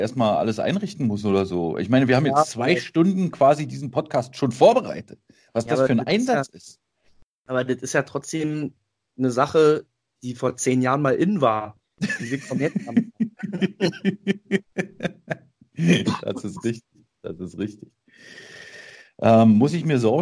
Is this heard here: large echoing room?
no